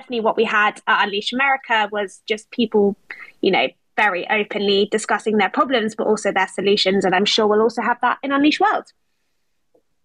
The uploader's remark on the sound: This is a recording of UNLEASH's second Twitter Spaces conversation, held on 10 August 2022.